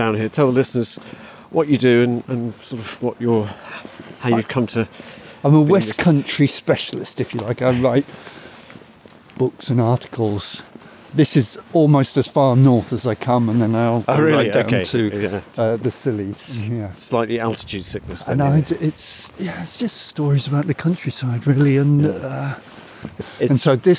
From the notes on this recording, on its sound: Takes a walk among the river. Explore a desolate graveyard of ships on the River Severn.